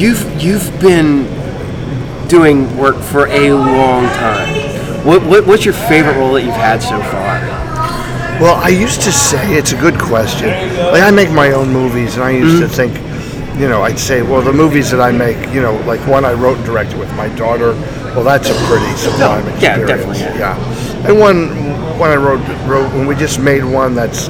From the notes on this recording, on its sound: This will be the first of some shorter interviews, Where I got a few interview at the Haunted Screams Expo in Hampton VA.